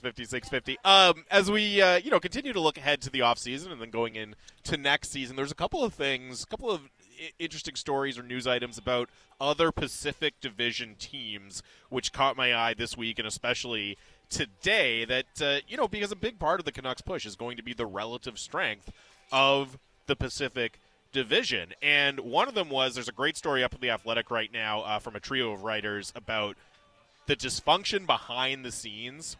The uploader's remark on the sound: Live from Nat Bailey Stadium as the Vancouver Canadians play host to the Hillsboro Hops.